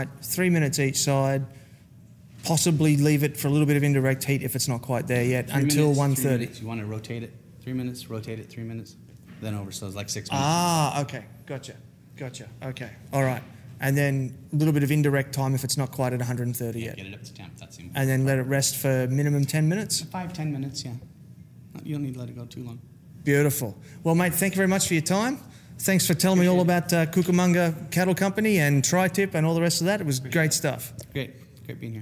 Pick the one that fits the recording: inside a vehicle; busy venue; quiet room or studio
busy venue